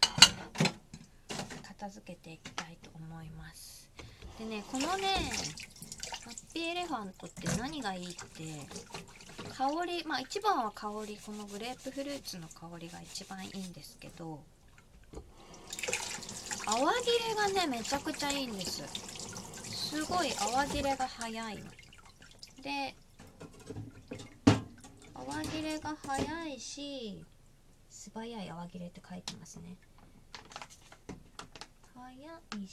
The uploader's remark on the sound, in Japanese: 食器を洗いながら 体感より、音声が聞こえるwww。食器洗い。